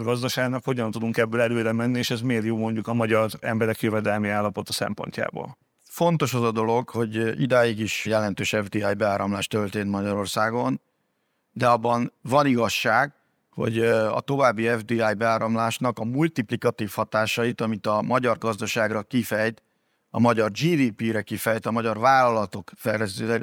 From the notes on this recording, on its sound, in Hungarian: A mai műsor rendhagyó, mivel azt a Portfolio Hitelezés 2023 konferencián rögzítettük.